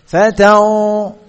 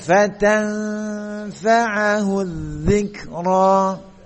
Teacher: Karena fa huruf yang istifal. Jadi huruf yang tipis. Dibaca tipis. Dengungnya dibaca tipis. · Shown in: second take · Jangan fatau.